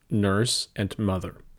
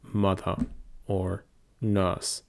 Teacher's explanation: The R in both of these are realized in American English, but are dropped in British English.